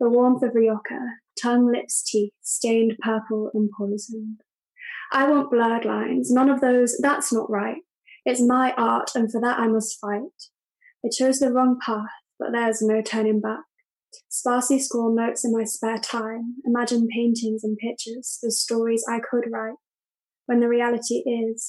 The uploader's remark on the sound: Their first virtual get together during the coronavirus lockdown. Are joined by a small number of participants for this initial virtual gathering.